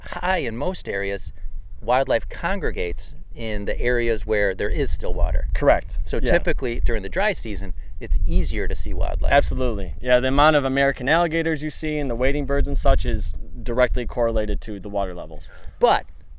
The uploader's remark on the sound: This episode was recorded on January 8th, 2024 at Everglades National Park in Homestead, FL.